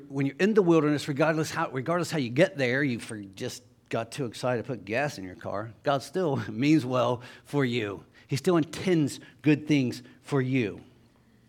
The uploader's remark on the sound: Sunday Morning Service